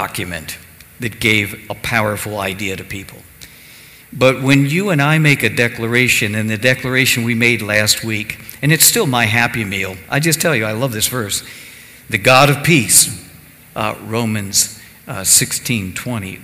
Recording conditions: large echoing room